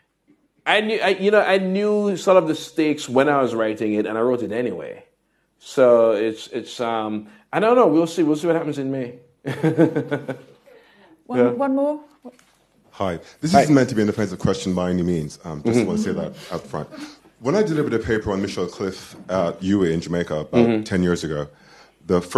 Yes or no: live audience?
yes